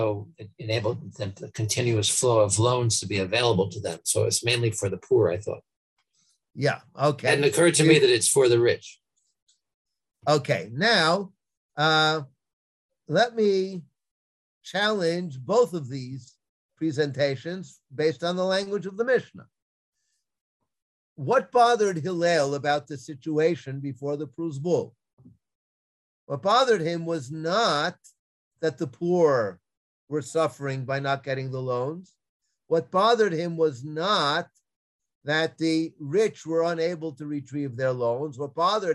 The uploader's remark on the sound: This audio was originally captured from Zoom